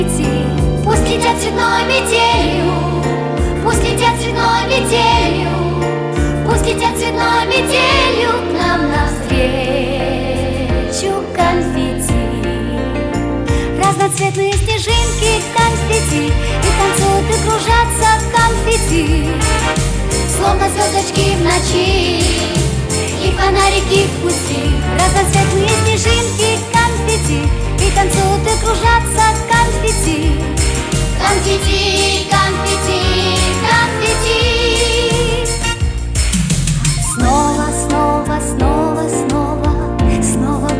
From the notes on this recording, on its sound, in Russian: Предлагаем вашему вниманию аудиозапись гала-концерта фестиваля. Запись прямого эфира. Международный благотворительный фестиваль «Белая трость».